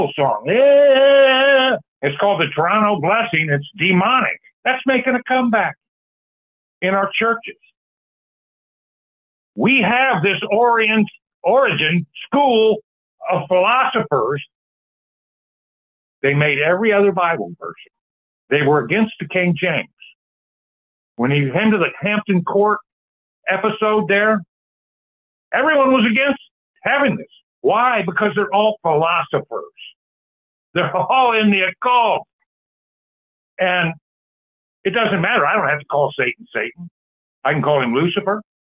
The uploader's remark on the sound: Call In Bible Study